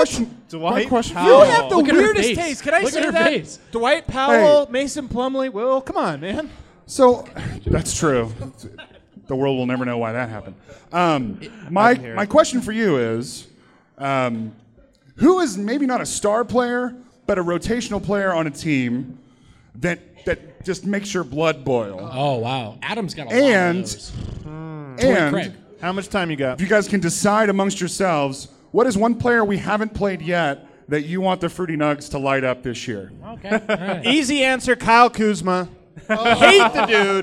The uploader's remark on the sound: Live from Blake Street Tavern. Share the stage with guests and fans of the show.